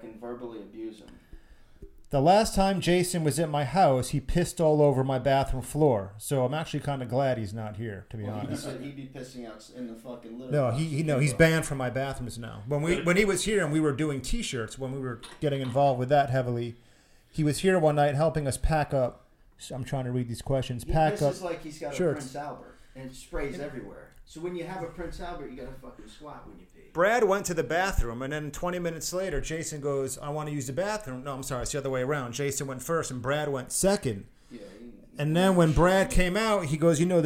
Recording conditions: echo